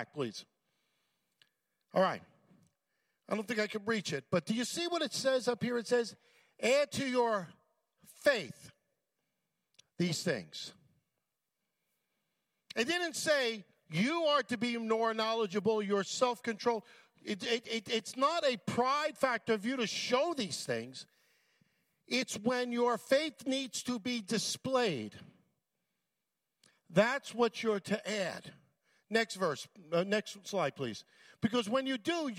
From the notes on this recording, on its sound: at Full Gospel Church Livingston, NJ.